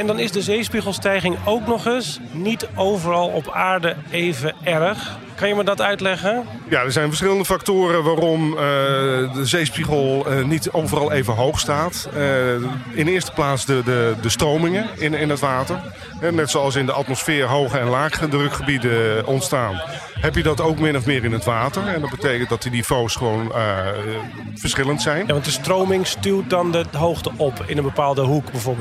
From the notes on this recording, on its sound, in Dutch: Deze podcast is opgenomen tijdens het Deltacongres 2019 in Goes, en gemaakt in opdracht van het Deltaprogramma.